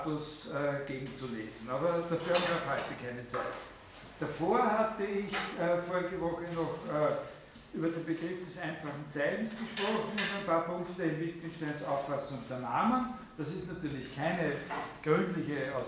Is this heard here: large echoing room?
yes